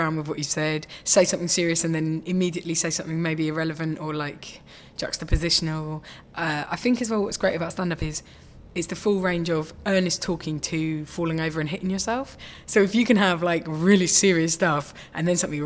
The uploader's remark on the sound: This episode was recorded at the Dogstar in Brixton on 4th July